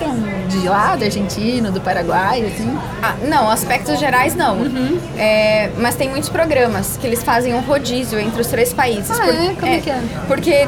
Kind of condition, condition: setting, busy venue